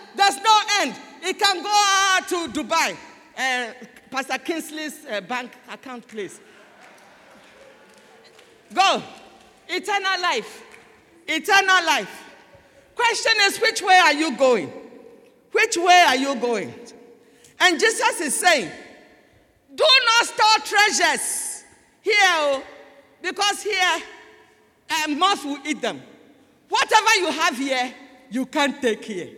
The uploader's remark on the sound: Sermon preached at CBC Shiashie Campus